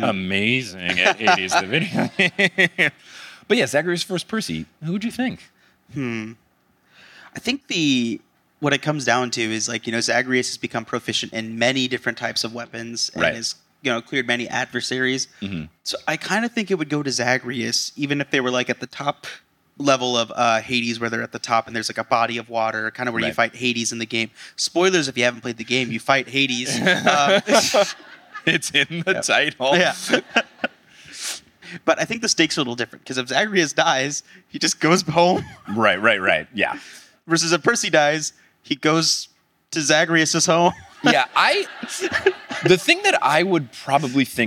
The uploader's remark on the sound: live in Oslo, Norway